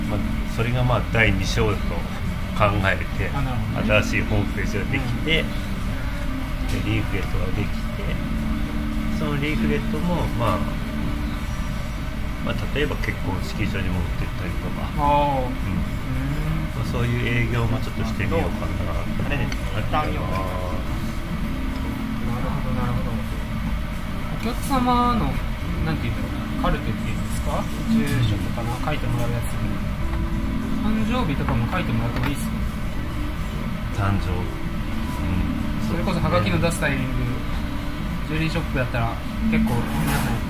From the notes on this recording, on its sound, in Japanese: 飲食店での打ち上げトークのためノイズ多めでお送りしています。